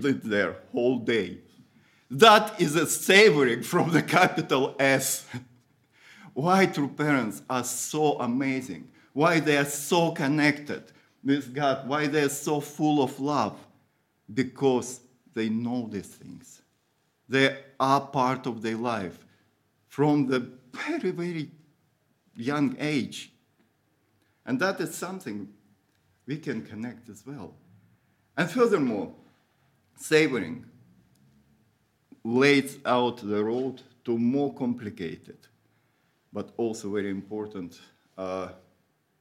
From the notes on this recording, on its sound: Audio from a sermon in Hatch End